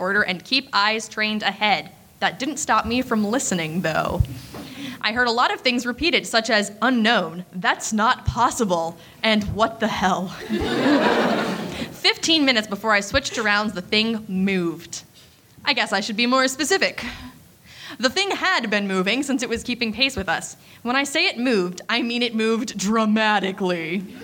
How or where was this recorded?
live audience